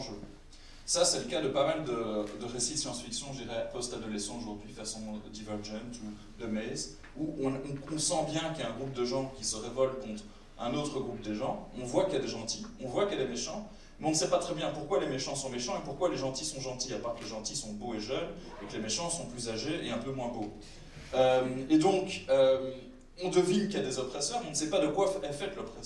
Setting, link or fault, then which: setting, busy venue